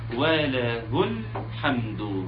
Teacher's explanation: همزة الوصل تسقط، وننتقل من الهاء المضمومة للام الساكنة، وله الحمد، ولازم نظهر اللام كويس · Term: لام قمرية